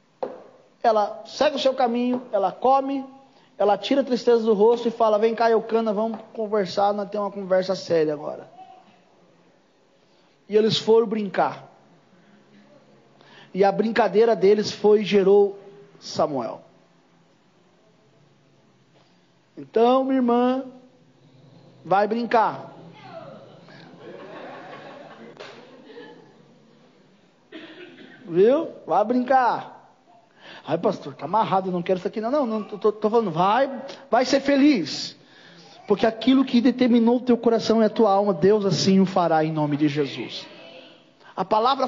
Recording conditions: large echoing room